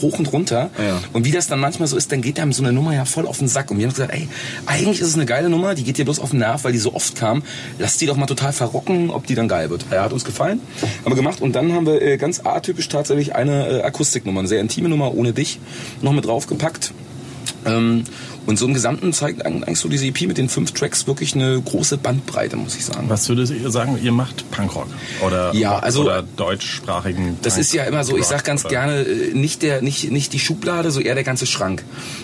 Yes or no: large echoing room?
no